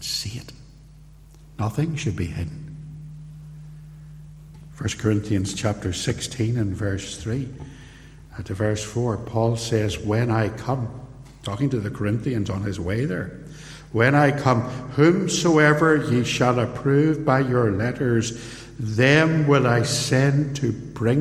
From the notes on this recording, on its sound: Recorded live at Templepatrick Reformed Church